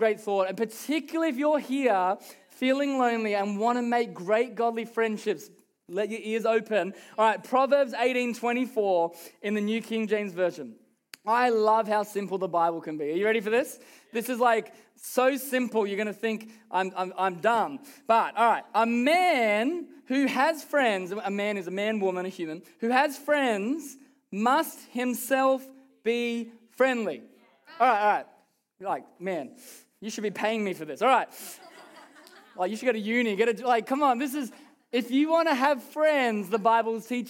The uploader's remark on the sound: Recorded during our Melbourne East service on Sunday, the 12th of November 2023.